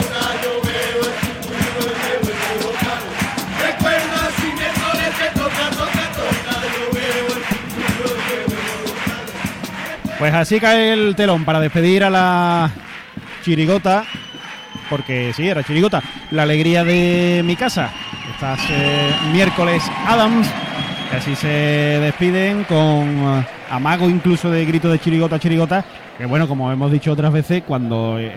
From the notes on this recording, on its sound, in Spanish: En directo desde el Gran Teatro Falla de Cádiz